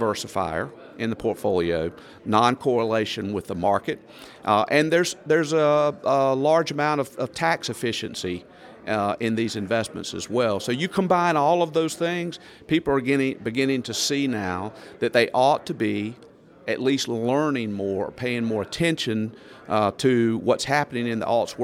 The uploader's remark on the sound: Live From Blue Vault Bowman Alts Summit 2023. For a live interview from the floor of the event.